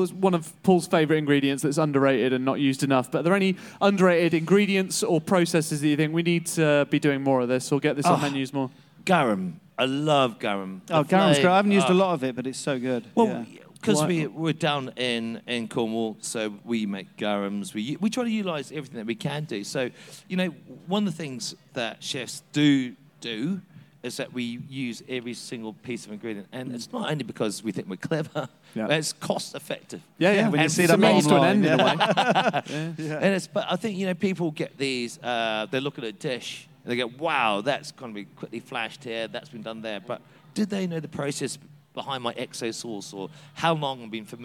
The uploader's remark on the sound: Live at Big Feastival 2023, joined on The Exchange stage